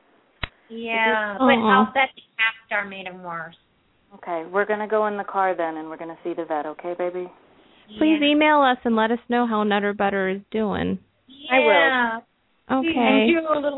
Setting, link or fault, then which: link, phone line